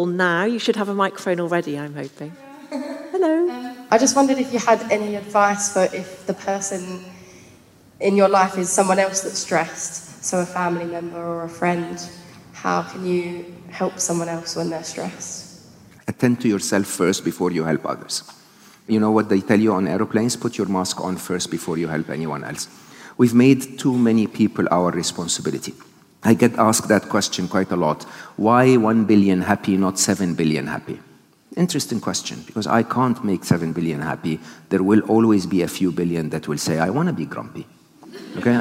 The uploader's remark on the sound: This episode was recorded live at Shoreditch Town Hall on 5th October 2022